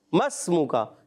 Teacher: میم کو ڈائریکٹ سین سے ملا دیا مسمو کا یہ حمزہ وصلی ہوتے ہیں گر جاتے ہیں ٹھیک